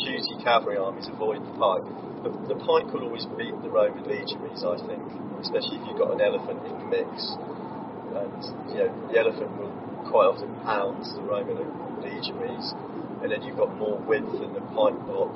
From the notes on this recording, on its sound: This episode was recorded quite literally on the road, using an iPhone 5 microphone - the audio is still pretty decent though, so don't be afraid!